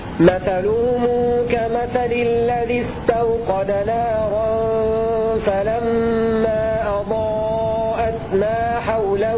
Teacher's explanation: نأتي الآن بصلة الميم لقالون على القصر